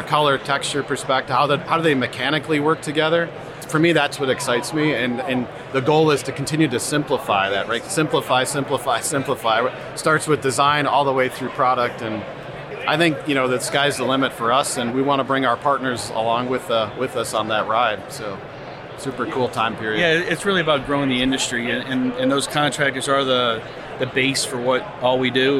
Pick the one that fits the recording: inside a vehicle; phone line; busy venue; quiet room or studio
busy venue